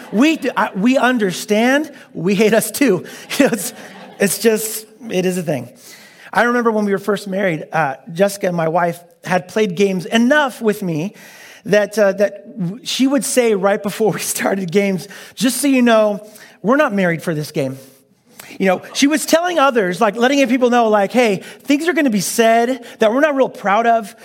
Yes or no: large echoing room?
yes